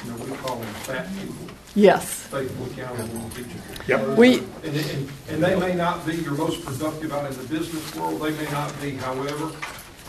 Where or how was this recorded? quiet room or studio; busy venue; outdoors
busy venue